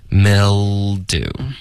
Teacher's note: Hammy I straightened out your shower curtain so you won't getmildew。OK， mil 音节结尾呢是舌尖顶上颚发一个 l 的音